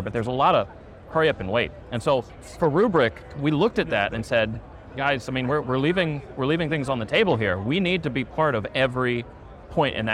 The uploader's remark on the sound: an Interview in Action live from HIMSS 2023